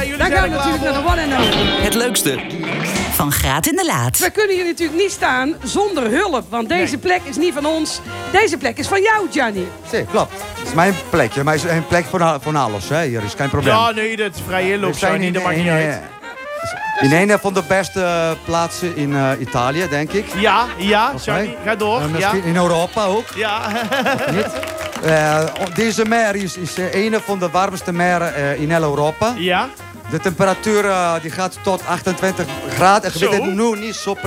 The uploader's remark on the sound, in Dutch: Niet vanuit de studio, maar live in Italie aan het meer van Caldonazzo. Ruim 30 luisteraars.